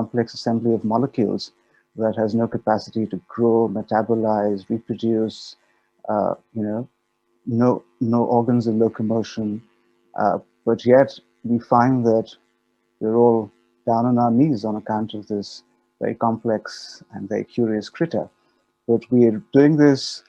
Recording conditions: video call